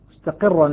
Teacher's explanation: الراء مشددة مكونة من حرفين مع أنها منونة بعدها إلا أن الراء هنا مرققة قولا واحدا